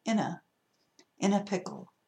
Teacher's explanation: Pronunciation notes note how in a pickle is not spoken as three distinct words. In natural fluent speech, in a, the first two words sound like one word.